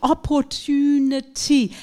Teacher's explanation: It begins with the T, and since this is a stressed syllable, it will be a true T.